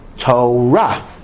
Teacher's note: in Hebrew most words are accented in the last syllable, not the first syllable. The first syllable accent is a Yiddish pronunciation, not a Hebrew.